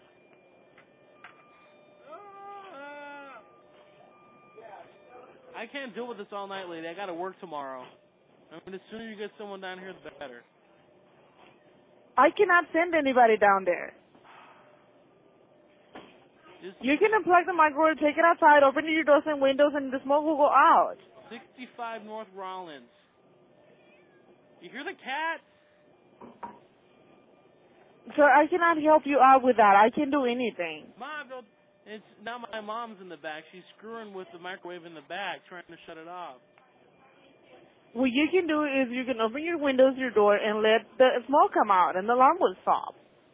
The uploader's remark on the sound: Prank Phone Calls